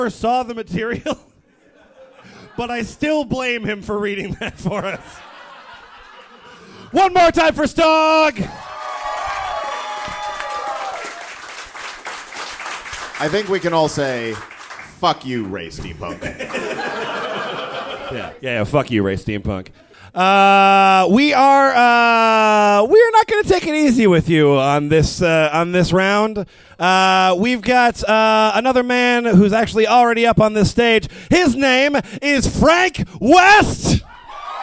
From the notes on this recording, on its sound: The audio presented here is the full live show itself